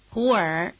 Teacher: Rising low. The basic low tone of 普 has become a rising tone.